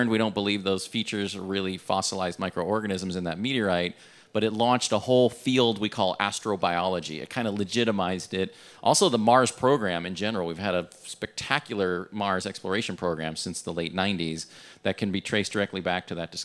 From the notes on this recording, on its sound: This conversation was recorded at TWIN Global on Monday, September 25th, 2018, at Marshall's Landing, Merchandise Mart in Chicago.